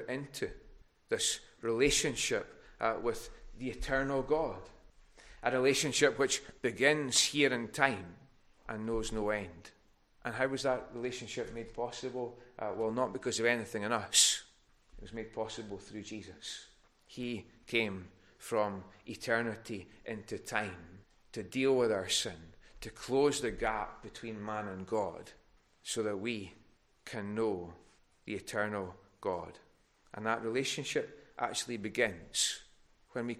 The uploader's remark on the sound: Recorded at North Harris Free Church on Sunday evening 24th October 2021.